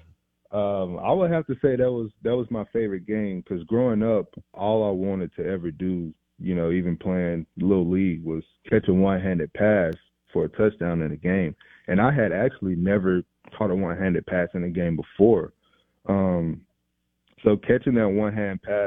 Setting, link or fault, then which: link, phone line